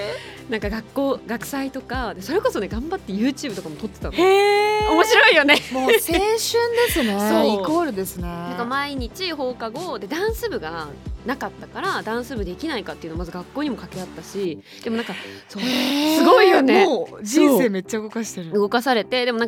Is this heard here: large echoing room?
no